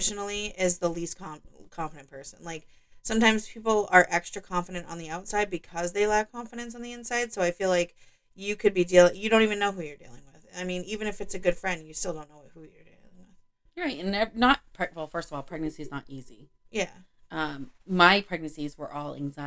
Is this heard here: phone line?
no